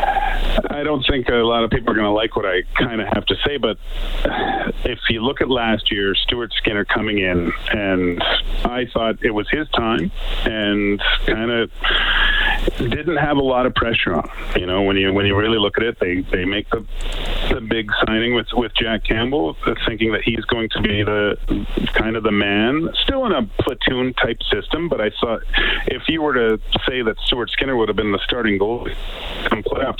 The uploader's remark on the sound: We open up the phonelines